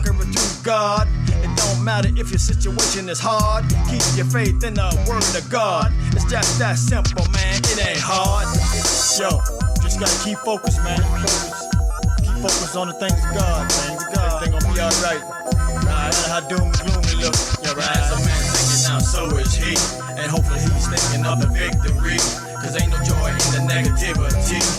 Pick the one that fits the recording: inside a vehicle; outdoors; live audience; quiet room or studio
inside a vehicle